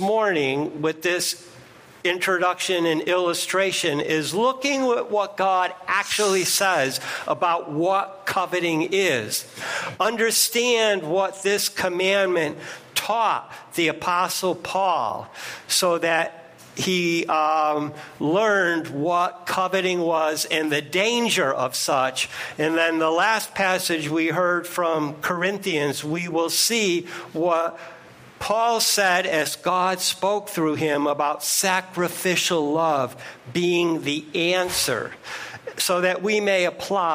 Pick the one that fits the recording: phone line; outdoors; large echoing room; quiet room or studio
large echoing room